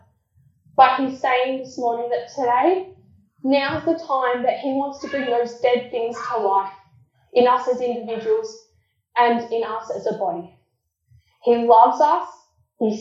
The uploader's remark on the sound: Apologies for the poor audio quality.